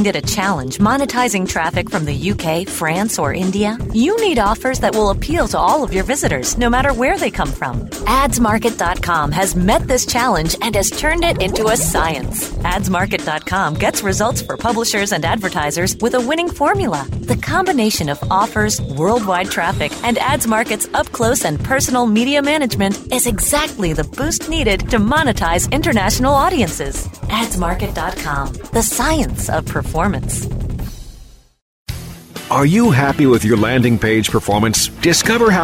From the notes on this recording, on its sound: On Location from SES San Jose 2009